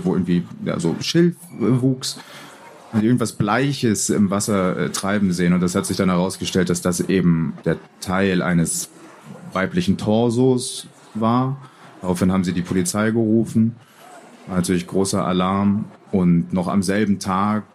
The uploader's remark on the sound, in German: Da es sich bei der folgenden Aufnahme um einen Live-Mitschnitt handelt, kommt es teilweise zu Nachlässen in der Sound-Qualität. In einer Sonderfolge von Spurensuche präsentieren wir einen Live-Mitschnitt von der Frankfurter Buchmesse.